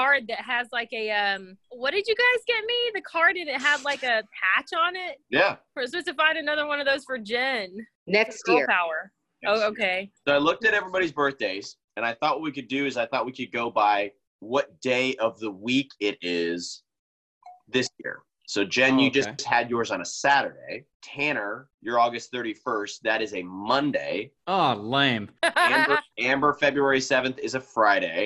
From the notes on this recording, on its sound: we are back in action via ZOOM.